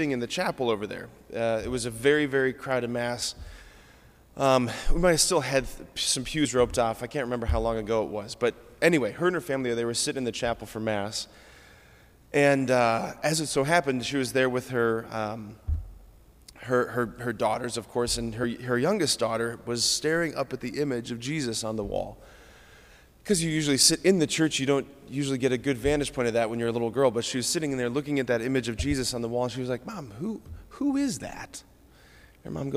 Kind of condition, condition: setting, large echoing room